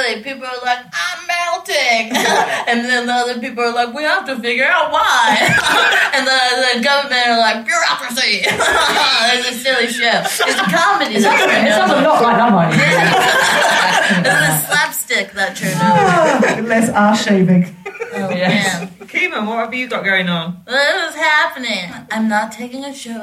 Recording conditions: live audience